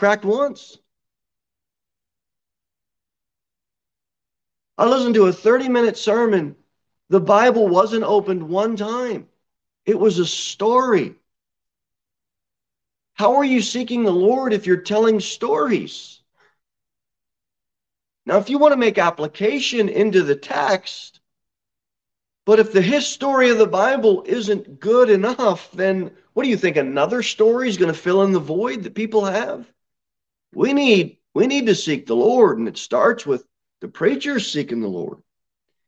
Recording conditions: large echoing room